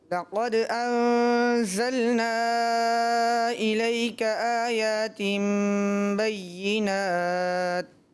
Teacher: محسوس ایسا لگ رہا ہے کہ آپ نے ولقد کی جگہ لقد انزلنا پڑھا، یعنی واو حذف ہو گیا، آپ نے پڑھا ہی نہیں.